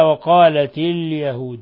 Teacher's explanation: اللام هنا لام قمرية لأنها ظهرت اللام